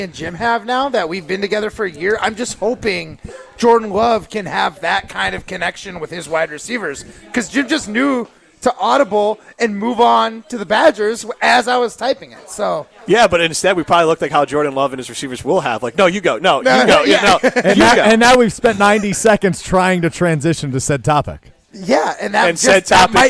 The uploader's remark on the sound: live from Ruth's Chris Steakhouse in Middleton